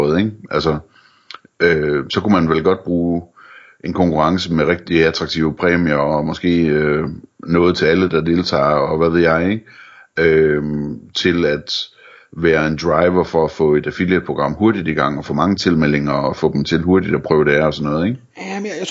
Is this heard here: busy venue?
no